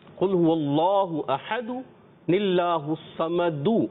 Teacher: ایک تو اللہ کے نام کو اور تھوڑا مزید پر کرنا ہے